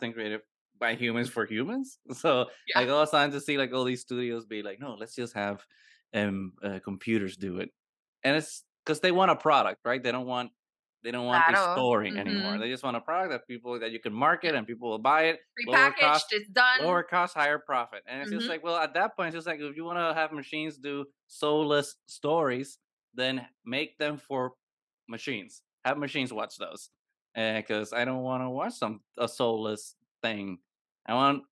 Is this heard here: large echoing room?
no